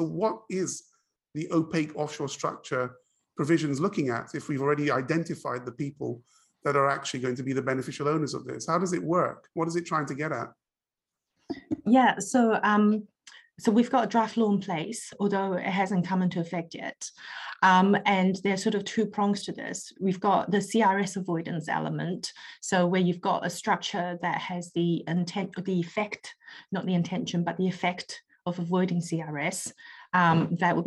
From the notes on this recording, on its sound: Webinar audio recording dated 2 March 2022.